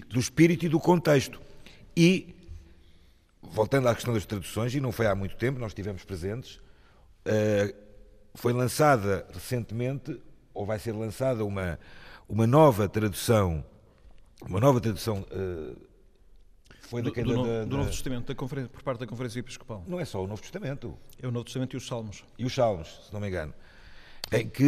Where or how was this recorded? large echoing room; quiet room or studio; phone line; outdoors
large echoing room